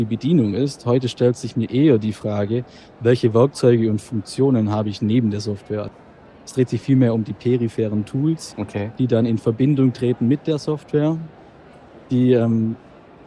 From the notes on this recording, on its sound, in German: Live auf der IDS 2023 in Köln